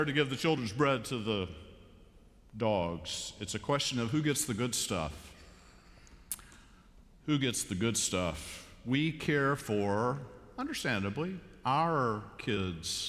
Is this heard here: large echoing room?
yes